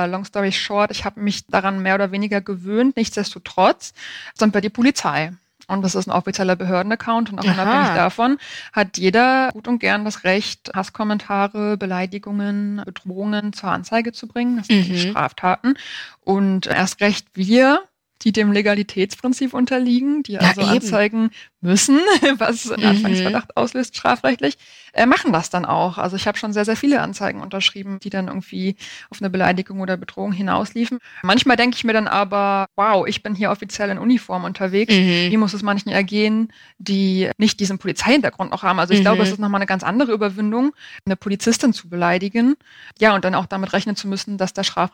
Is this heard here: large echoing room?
no